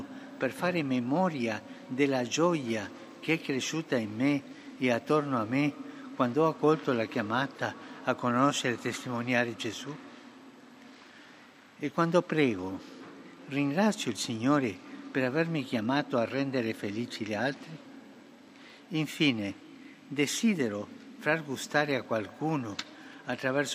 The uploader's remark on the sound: FROM ST.PETER'S SQUARE, RECITATION OF THE ANGELUS PRAYER.